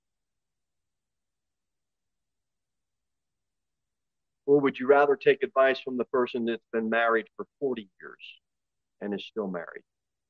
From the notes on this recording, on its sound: Sermon delivered at Pilgrim Baptist Church on Sunday, April 23, 2023, at 11:15 am. Jere Whitson Rd. Pilgrim Baptist Church is a bible-believing, independent Baptist church.